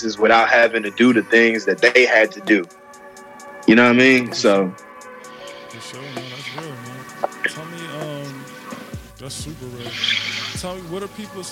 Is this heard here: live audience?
no